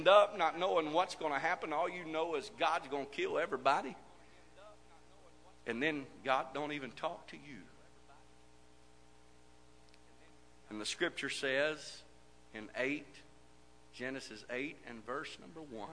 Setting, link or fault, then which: setting, large echoing room